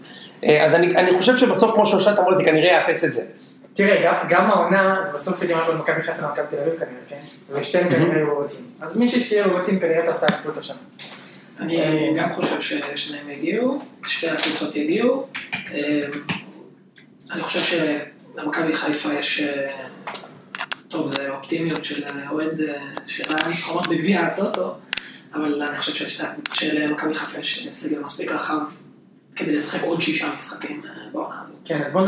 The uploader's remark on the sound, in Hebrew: דפקנו את הסאונד והקלטנו דרך המחשב במקום הקונסולה המקצועית